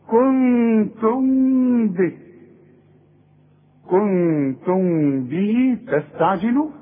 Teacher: الميم بدون تشكيل بعدها كلمة بتبدأ بالب، اذا برضو هخفي وغن، واذا وقفت الميم تظهر اقول كنتم، انما حوصل يحصل انفراد في الشفايف.